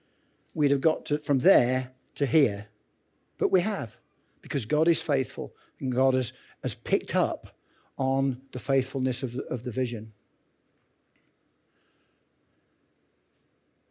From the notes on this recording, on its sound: Recorded Live at Central vineyard, Northampton, 5th March 23